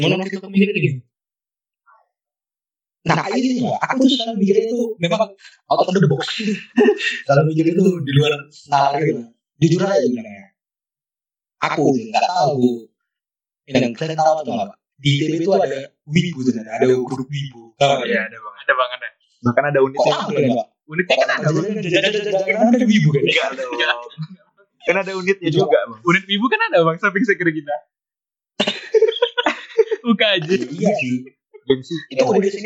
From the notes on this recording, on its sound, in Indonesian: Mohon maaf untuk kualitas audio yang cukup buruk.